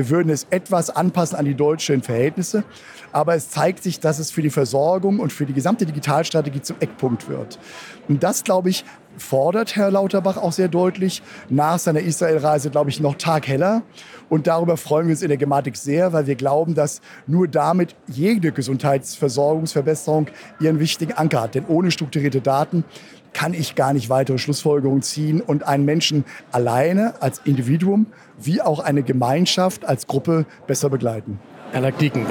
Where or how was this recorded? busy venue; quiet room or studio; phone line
busy venue